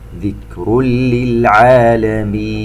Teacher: تنوين وبعده حرف اللام إدغام بغير غنة